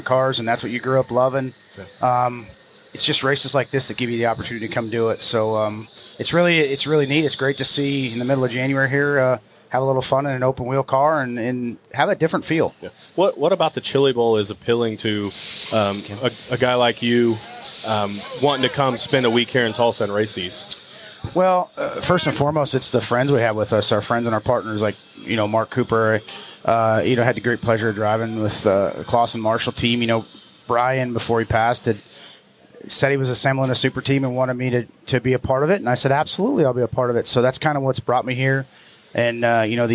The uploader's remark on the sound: Live from the 36th annual Chili Bowl Nationals